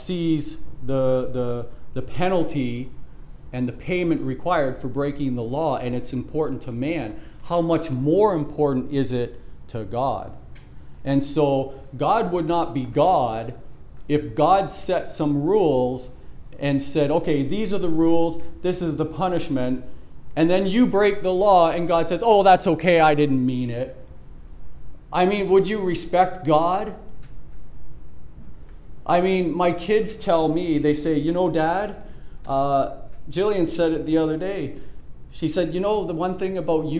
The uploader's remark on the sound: Preached at the Church at Brimley